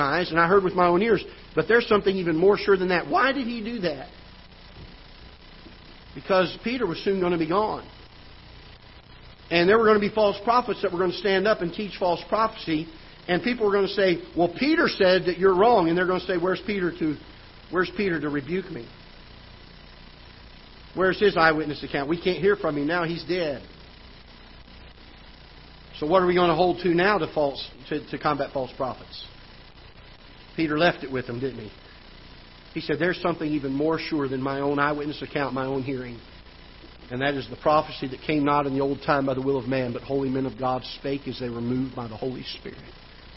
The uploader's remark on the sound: Ketha Heights Baptist Church ~ Live Broadcast.